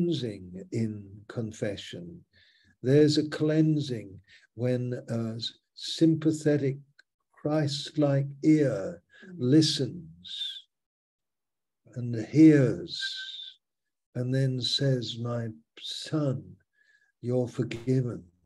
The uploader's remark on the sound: Malaysia Meets (Zoom).